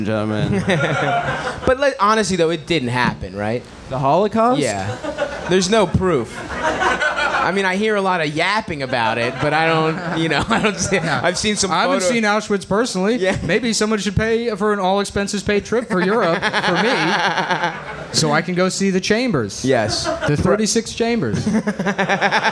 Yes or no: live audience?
yes